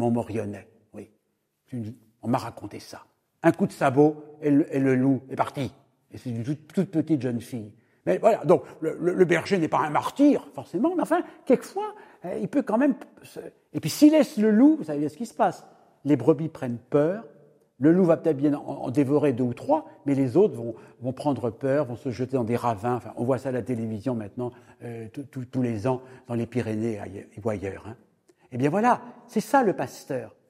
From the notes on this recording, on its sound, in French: Cette conférence a été captée au diocèse d’Angoulême